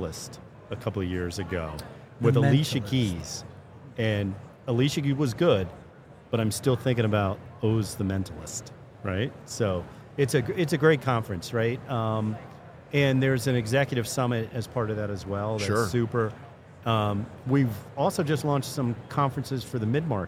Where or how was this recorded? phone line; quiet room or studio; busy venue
busy venue